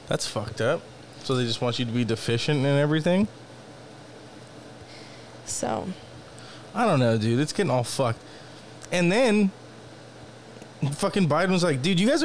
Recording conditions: sounds in the background